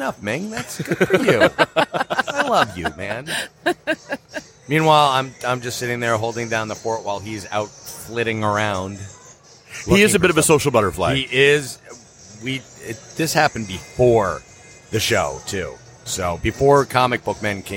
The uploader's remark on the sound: Live from Fantasticon Toledo